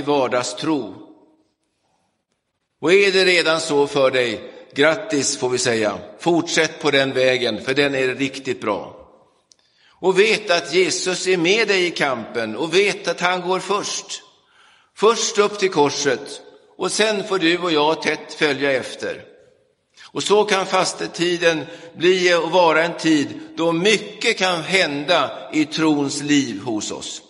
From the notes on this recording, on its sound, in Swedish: Inspelad i Roseniuskyrkan den 5 mars 2023.